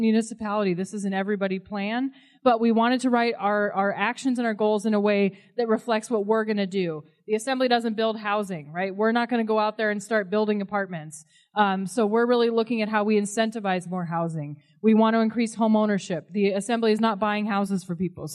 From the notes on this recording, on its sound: Features sessions from the Anchorage Assembly's Community Housing Action Summit. The event was open to the public and consisted of speakers discussing the issues behind the city's housing shortage, solutions to the issue and breakout sessions for more in-depth discussions. This event was recorded on November 3 at the UAA Student Union.